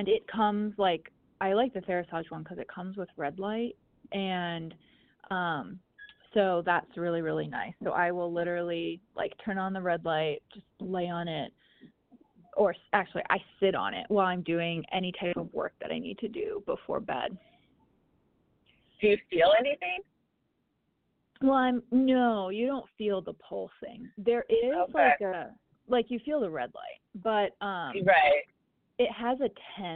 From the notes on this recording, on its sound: We are still trying to perfect the audio because this is literally a typical phone call between us.